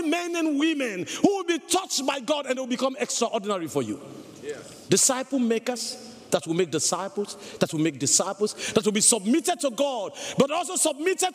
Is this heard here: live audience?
yes